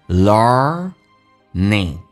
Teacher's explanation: 在美式发音当中是重度卷舌，整个舌身往回卷